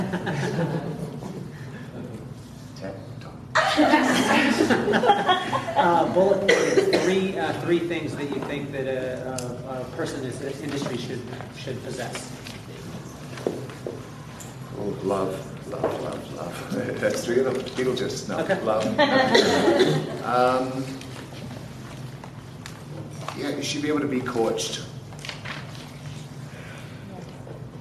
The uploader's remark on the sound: LIVE FROM KCS GATHERING 2019